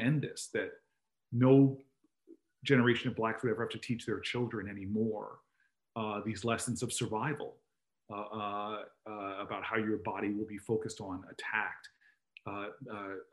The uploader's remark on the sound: Originally recorded as part of a virtual event for LEE’s SparkLeadership initiative.